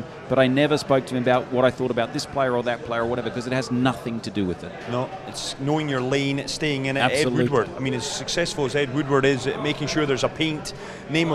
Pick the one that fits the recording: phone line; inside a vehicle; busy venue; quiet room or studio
busy venue